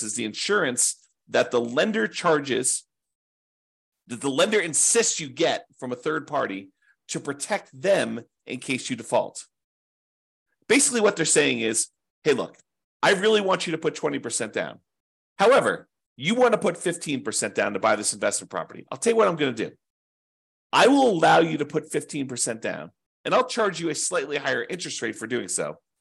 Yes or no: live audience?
no